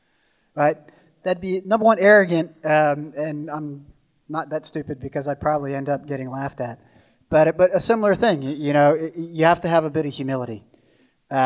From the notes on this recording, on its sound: The two speakers offer their insight into the Middle East and take questions from the audience. At 49th State Brewing Company. About Addressing Alaskans features local lectures and forums recorded at public events taking place in Southcentral Alaska.